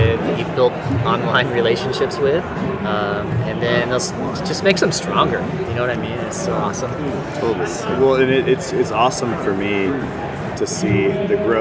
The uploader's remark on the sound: Live From #SHAPENashville. Live broadcasts from the exhibit hall at #SHAPENashville.